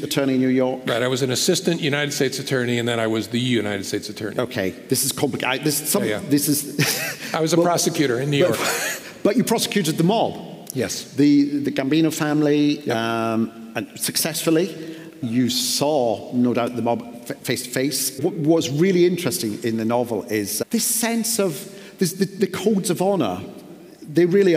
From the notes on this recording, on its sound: This episode is part two of our live event